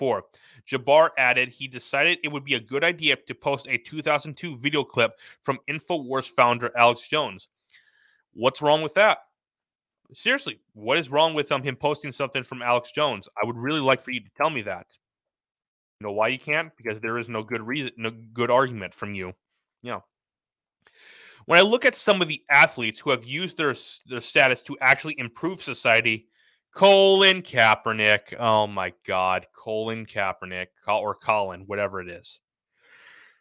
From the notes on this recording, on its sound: This recording has some audio problems due to audio cutting out.